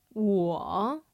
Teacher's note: It's a third tone, so it dips.